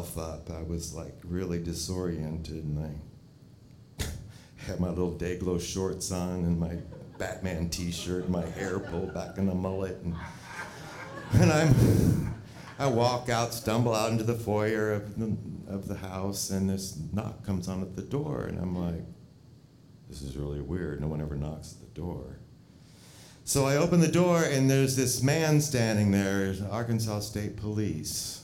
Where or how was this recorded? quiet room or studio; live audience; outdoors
live audience